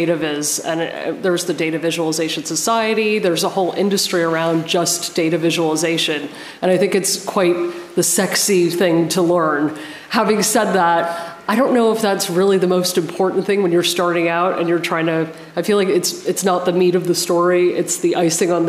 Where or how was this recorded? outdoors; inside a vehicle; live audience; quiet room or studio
live audience